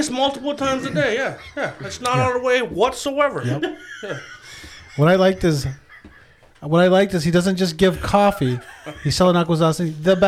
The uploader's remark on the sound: Our good friend joined us out on stage a couple weeks ago and lit the room up!